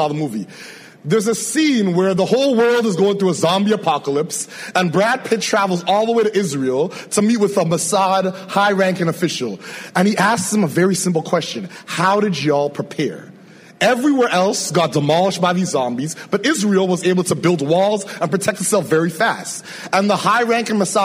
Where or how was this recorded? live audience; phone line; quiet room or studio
live audience